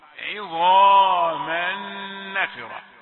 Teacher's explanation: الظاء مفخمة تفخيما كبيرا ولكن العين قبلها انتبه عظاما، لا تفخم العين